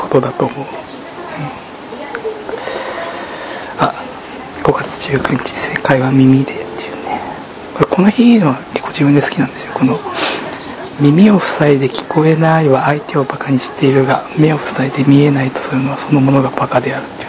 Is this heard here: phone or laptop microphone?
yes